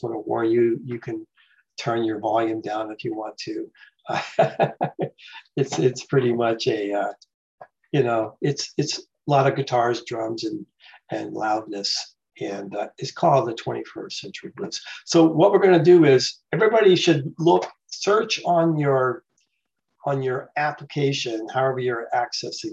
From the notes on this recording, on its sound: The shows are now all hosted on Zoom.